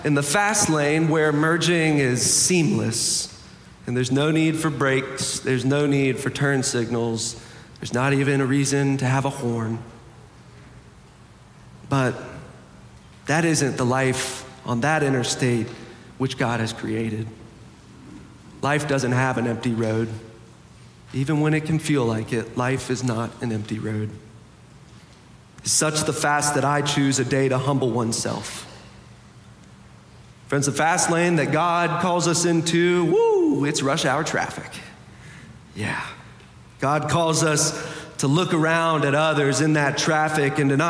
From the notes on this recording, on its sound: Preached on February 5, 2023 for our Sanctuary and MorningSong Worship Services.